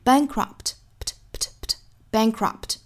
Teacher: bankrupt 这个 p 的发音我们不是爆破十足的，并且也不要拖音加元音，不是 bankrupt，应该是 bankrupt pt, pt, pt,bankrupt，相当于只是上下嘴唇闭一下去摆这个 p 的口型